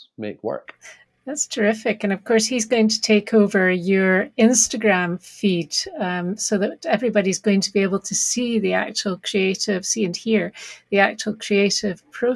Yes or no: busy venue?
no